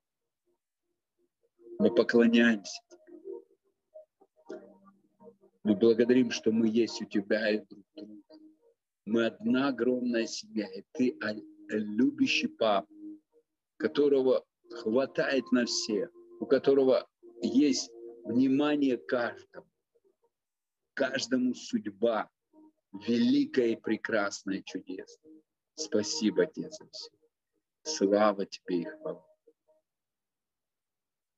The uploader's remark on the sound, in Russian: Zoom-встреча с командой